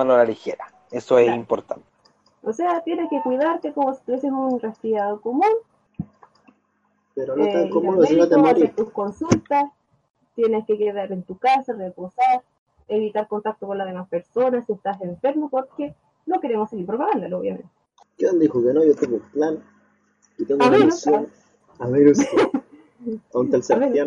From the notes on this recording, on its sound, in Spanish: Audio caca. El audio es una soberana caquita.